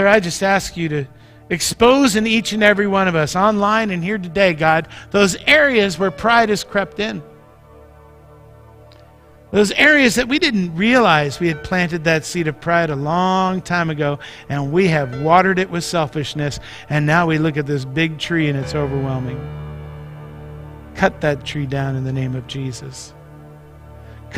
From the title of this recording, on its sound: Mt. Zion Church Live!